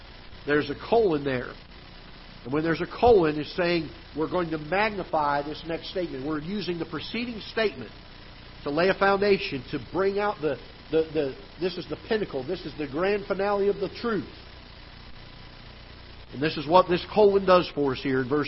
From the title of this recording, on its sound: Ketha Heights Baptist Church ~ Live Broadcast